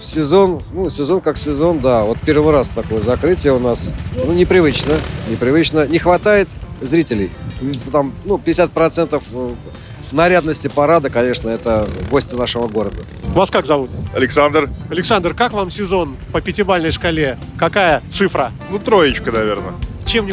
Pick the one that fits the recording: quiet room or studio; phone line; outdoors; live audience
outdoors